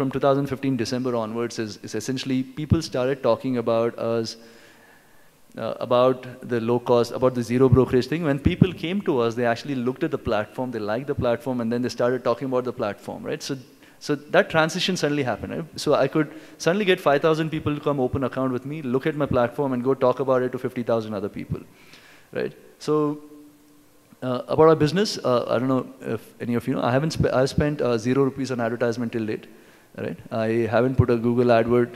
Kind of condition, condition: setting, live audience